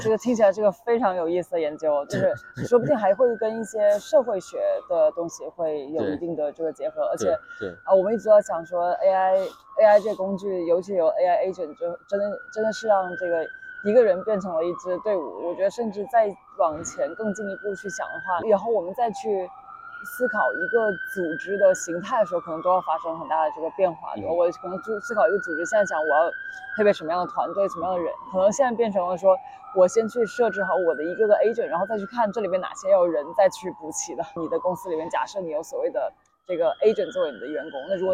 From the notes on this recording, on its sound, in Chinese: 是在ICML 2023 International Conference on Machine Learning, 国际机器学习大会 的现场录制的。这次在室外录制，嘉宾还在生病，不免有些杂音。